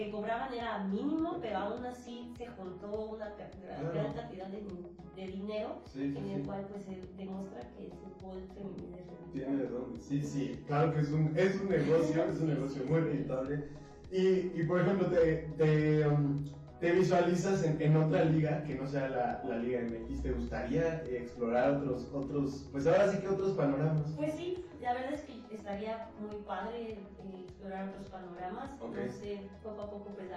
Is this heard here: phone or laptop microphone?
yes